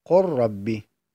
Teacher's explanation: ويأتي بغير غنة نحو إدغام اللام في الراء نحو قل ربي